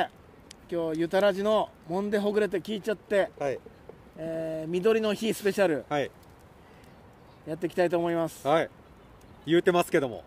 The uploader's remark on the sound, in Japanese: 焚き火で公開録音&生配信。緑溢れる野外で公開録音とインスタライブとYouTube収録のメディアミックス特別版！ウグイスの鳴き声と焚き火の爆ぜる音（時々暴走音）でリラクゼーション効果倍増の特別版。